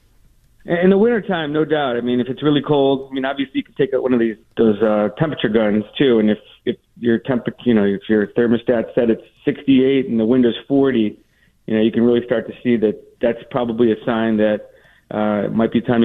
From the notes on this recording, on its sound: Called in to lend his support.